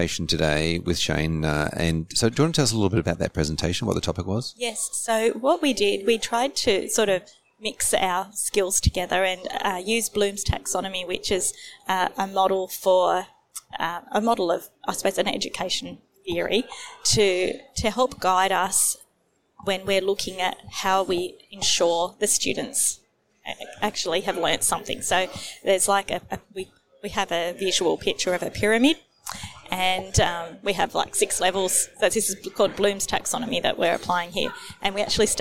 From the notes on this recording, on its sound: Recorded live at FAAA Congress 2023.